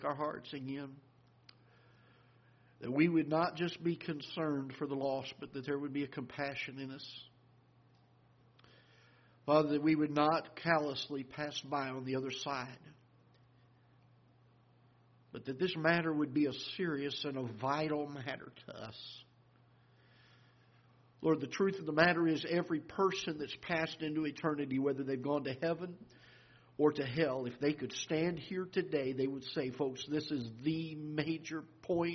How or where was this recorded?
large echoing room